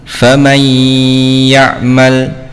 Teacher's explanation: dengan memasukkan huruf yang pertama yaitu nun ke dalam huruf yang kedua dengan tetap menjaga ghunnah ya, ditahan dua harokat · Term: idgham naqis bi ghunnah